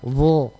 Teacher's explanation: huruf wo sama dengan huruf dha, tapi dia diangkat pangkal lidahnya sehingga dia kedengaran tebal